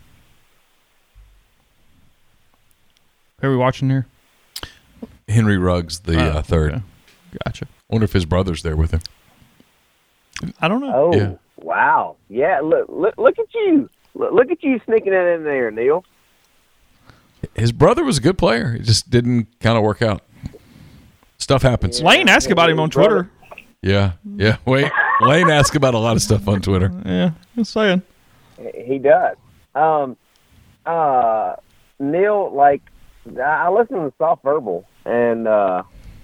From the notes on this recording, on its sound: They take listener calls and watch the NFL Draft while recording the show.